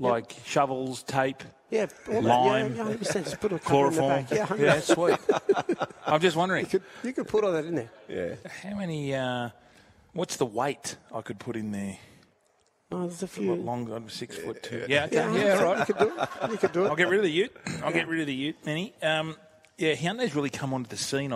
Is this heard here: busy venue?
yes